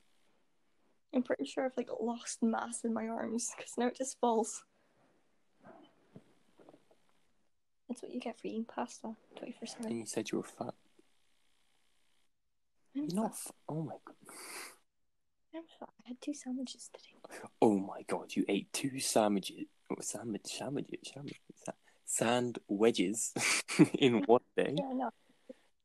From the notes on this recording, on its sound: Sorry for any technical issues in this episode it’s taken a while to find an app to record during lockdown.